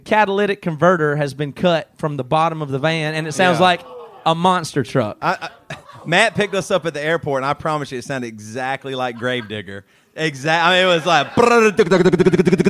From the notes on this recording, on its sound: BC LIVE from Indianapolis. We also answer questions from members of the audience.